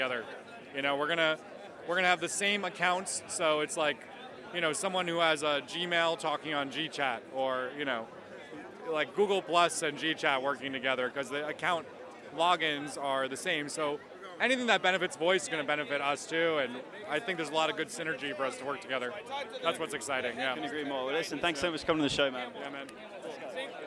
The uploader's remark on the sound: LIVE FROM THE BLOCK.ONE JUNE EVENT!